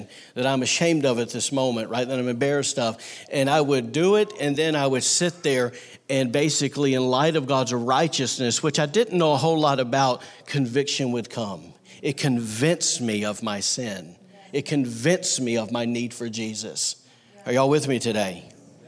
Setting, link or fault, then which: setting, large echoing room